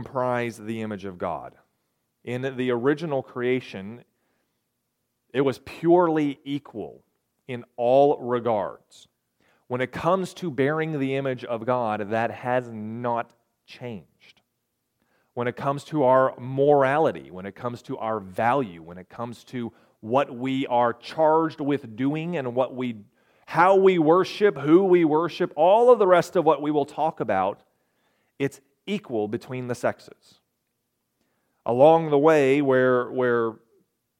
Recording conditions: large echoing room